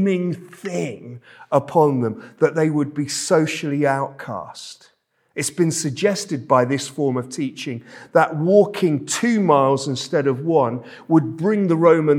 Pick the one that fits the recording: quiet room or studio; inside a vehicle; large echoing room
large echoing room